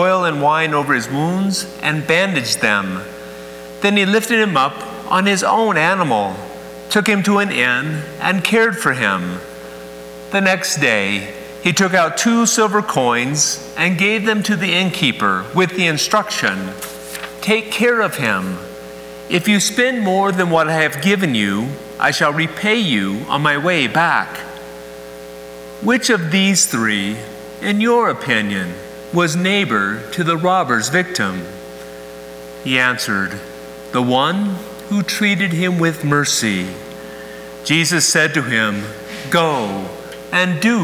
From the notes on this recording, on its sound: Please excuse the buzz in the audio background!